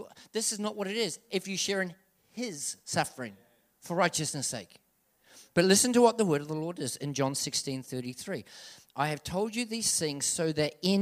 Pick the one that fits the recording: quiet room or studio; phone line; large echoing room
large echoing room